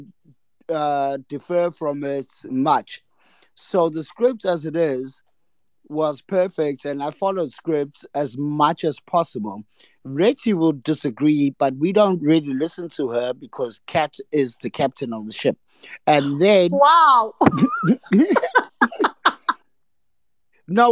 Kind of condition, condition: link, video call